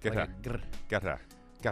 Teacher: So, but the first syllable isn't a cute ka sound. It's more of a guitar.